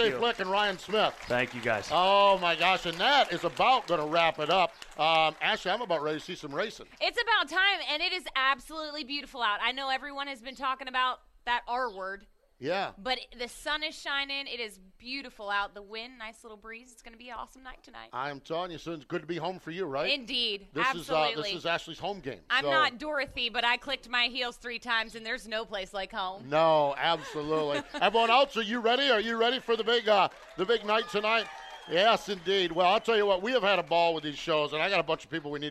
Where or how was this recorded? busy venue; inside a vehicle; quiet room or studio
busy venue